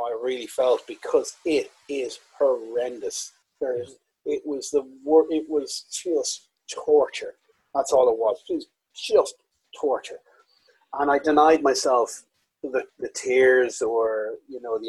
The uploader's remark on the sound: Recorded over Zoom during lockdown so apologies for the audio quality.